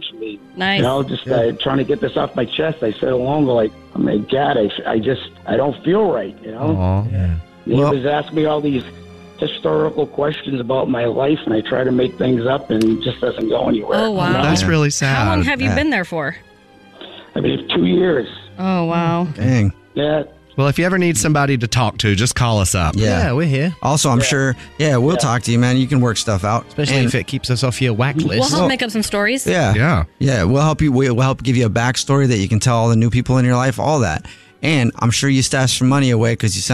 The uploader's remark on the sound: The guy on the phone